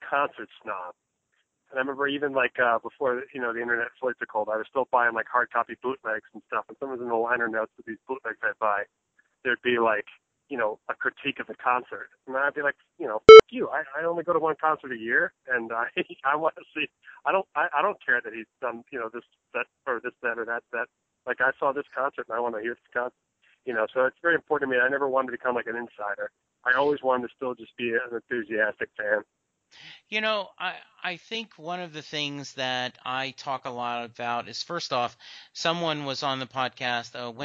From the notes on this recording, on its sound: Calling in from his phone. It does have a couple of beeps inserted.